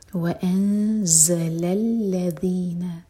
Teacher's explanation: ذیل کے لیے ہماری زبان اوپر والے دانتوں کو ٹچ کرے گی اور تھوڑی سی ٹپ باہر ہوگی